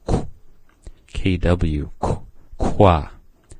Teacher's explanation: rounded lips, same sound, but rounded lips